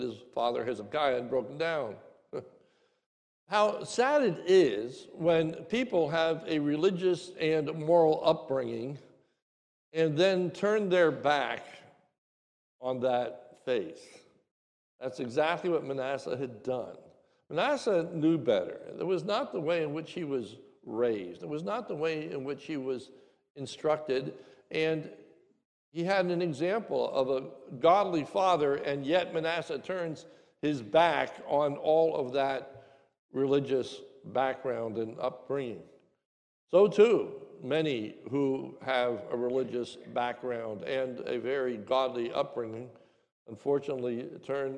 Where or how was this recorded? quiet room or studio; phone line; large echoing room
large echoing room